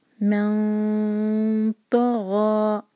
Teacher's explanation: آگے ہے میم فتحہ کے بعد نون ہے ایم ٹی، اس کے بعد ہے تو، تو یہاں پر ہم کریں گے اخفاء، اور وہ بھی ہیوی اخفاء کیونکہ تو جو ہے ہیوی لیٹر ہے. من طغى، تو جب ہم اخفاء کریں تو میم کو لائٹ رکھیں، میم کو ہیوی نہیں ہونے دیں گے، نون کی آواز کو چھپائیں گے، اور تو کے لیے زبان تیار، اور دو سیکنڈس کا ٹائم.